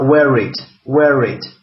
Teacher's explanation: озвучивание R при связывании слов это как бы нормальное явление, угу. то есть это норма произношения. · Term: linking R